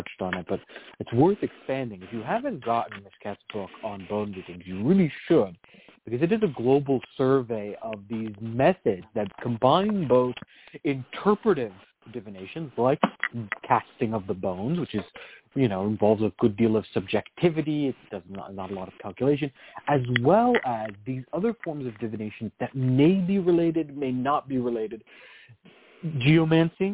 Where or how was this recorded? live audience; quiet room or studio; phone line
phone line